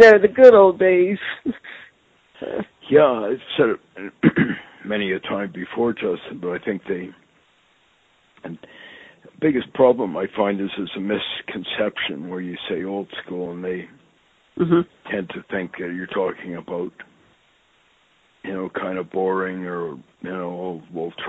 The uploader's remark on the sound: I sit down on the phone with my friend